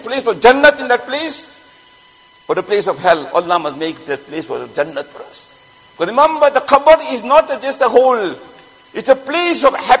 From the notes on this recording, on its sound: Jumuah lecture at Masjid Mueenuddeen.